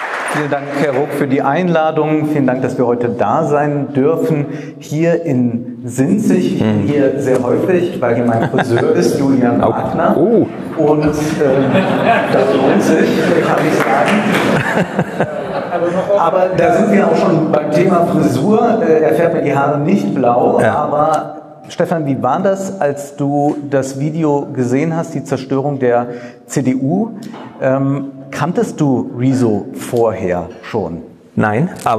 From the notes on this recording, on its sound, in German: In Sinzig vor Publikum.